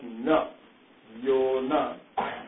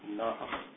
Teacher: With the visarga, the pronunciation becomes na, as though there is some air coming out. · Shown in: second take